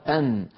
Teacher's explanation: تخرج النون من طرف اللسان مع ما يحاذيه من اللثة تحت مخرج اللام بقليل، ويصاحبها غنة من الخيشوم.